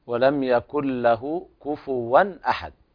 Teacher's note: كفوا أحد هذا إظهار حلقي بدون غنة